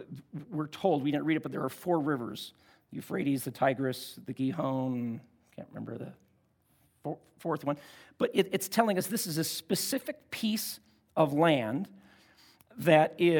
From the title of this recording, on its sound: at Timberline Church - Audio